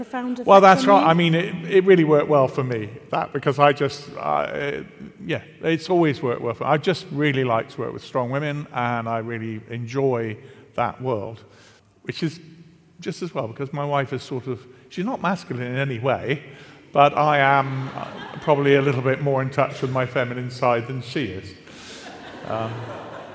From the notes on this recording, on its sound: This episode was recorded in front of a live audience of 300 in the beautiful surroundings of Manchester Cathedral.